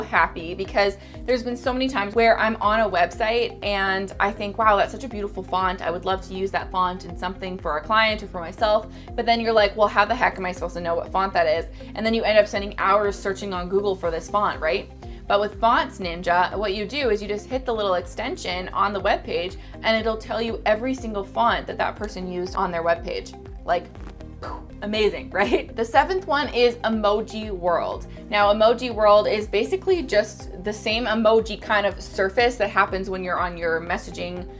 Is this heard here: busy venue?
no